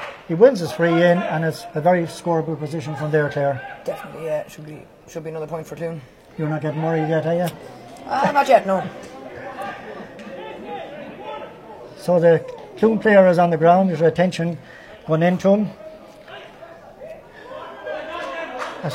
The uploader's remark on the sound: Live commentary from Avantmoney Pairc Sean MacDiarmada